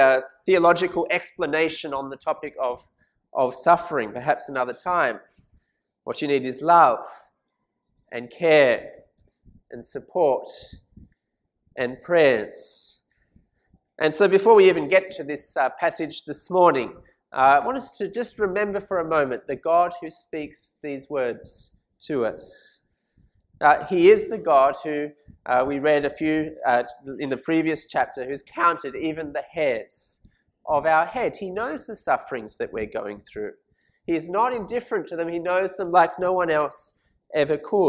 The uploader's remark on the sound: This sermon was preached at St Mary's Cathedral, KL.